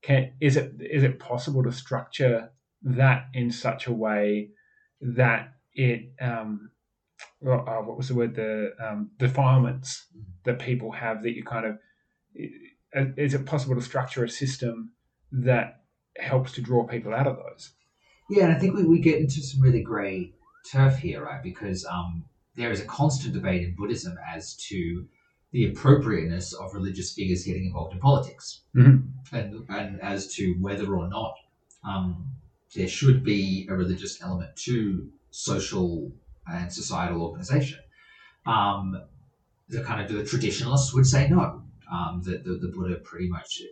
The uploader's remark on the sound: P.S - Yes the audio this week is also bad. Only one more week of bad audio to go!